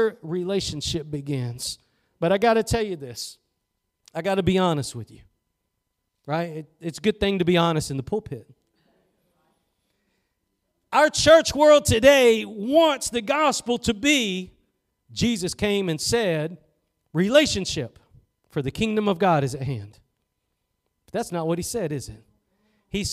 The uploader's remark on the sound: Preached at Gospel Lighthouse in Bossier City, La.